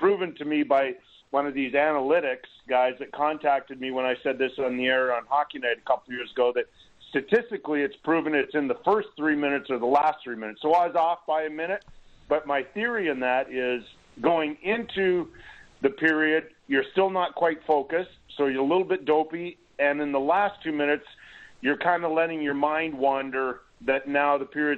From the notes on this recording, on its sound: Opens the phone lines to talk about booing at the games.